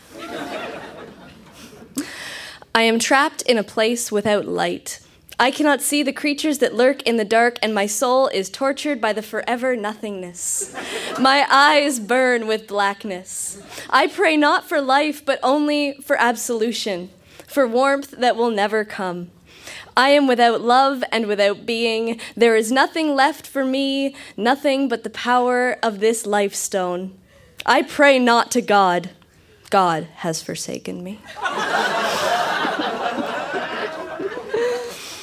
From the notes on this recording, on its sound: Recorded live at the Kingston Canadian Film Festival. Kingston, Ontario event.